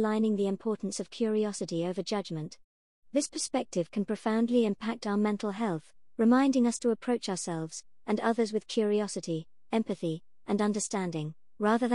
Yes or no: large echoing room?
no